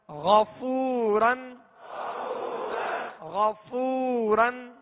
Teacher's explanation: फा का मखरज है, फा के जो निकलने की जगह वो ऊपर के सामने वाले दो दांत, इनका किनारा और निचले होंठ का तर हिस्सा, ये फा का मखरज है।